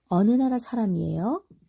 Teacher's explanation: When asking about the subject's attribute, 예요, 예요 is used, and the end of the sentence is pronounced with a rising intonation.